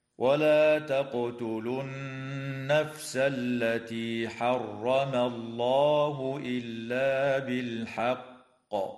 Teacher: تقلقل القاف في كلمة تقتلوا، وتغن النون المشددة في كلمة النفس، وتفخم اللام في اسم الله لوقوعها بعد فتحة، ويجوز الوقف على كلمة بالحق من قبيل الوقف الكافي، وتقلقل القاف فيها حال الوقف مع تشديدها · Term: القلقلة